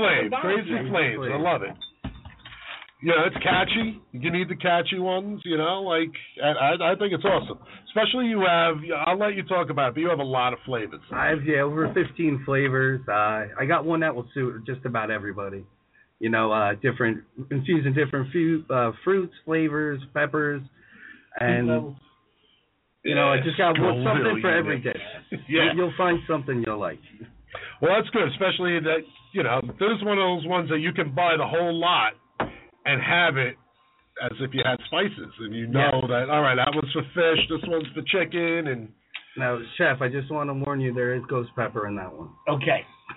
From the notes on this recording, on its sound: The boys may have a hot sauce maker coming into the studio. A great show includes live callers.